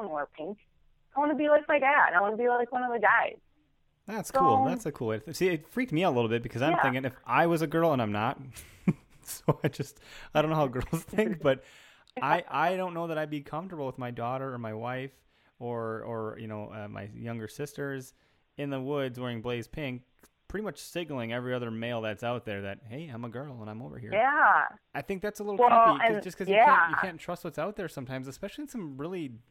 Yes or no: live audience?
no